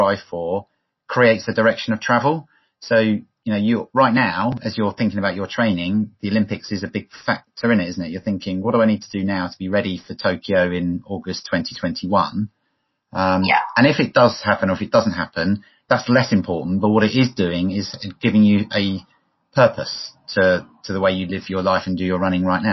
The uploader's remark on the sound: on Zoom and recorded it